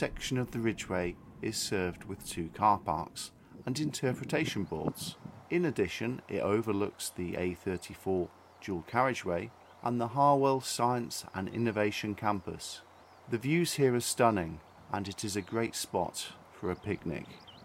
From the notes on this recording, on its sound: I visited the following sections of the Ridgeway: Middlehill Down which is south of Wantage; Bury Down near West Ilsley; White Horse Hill south of Uffington. I walked along these parts of the Ridgeway, with a camera and tripod, and recorded the bees I encountered. The previous precipitation had probably suppressed the activity of Ridgeway insects, yet I heard the reassuring hum of humble-bees. Having walked a short distance from the carpark, a notice caught my eye.